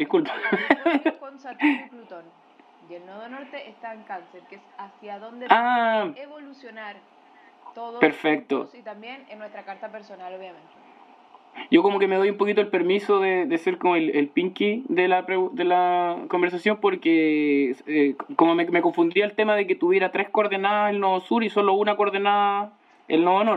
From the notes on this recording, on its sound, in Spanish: Por culpa de mercurio retrógrado, tuvimos problemas con la grabación, así que idealmente escuchen el programa con audífonos.